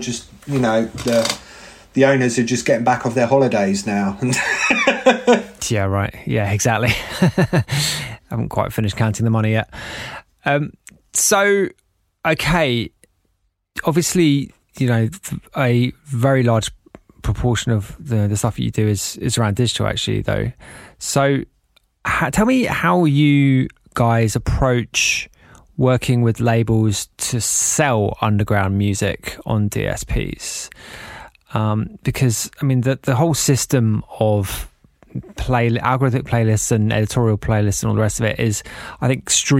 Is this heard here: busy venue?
no